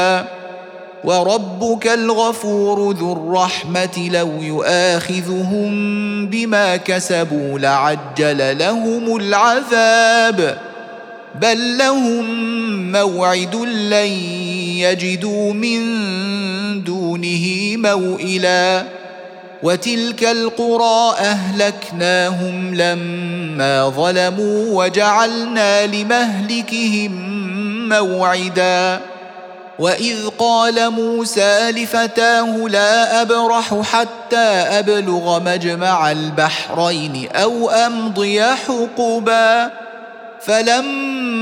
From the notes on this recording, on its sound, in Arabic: سورة الكهف مسجلة في مسجد فاون - بكندا.